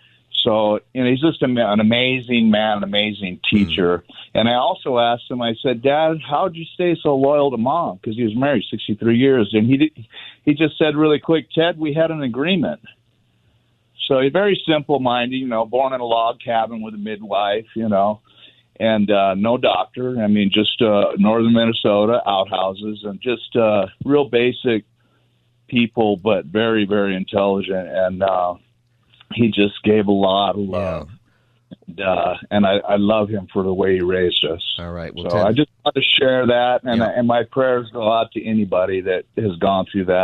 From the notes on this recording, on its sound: It's open phone Friday